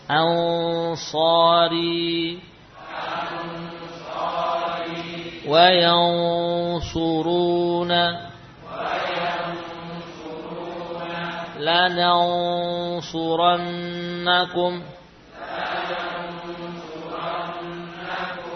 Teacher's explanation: Ikhfa nun sukun pada huruf-huruf tebal, qaf, sad, dha, ta, dha, maka gunanya ikut tebal.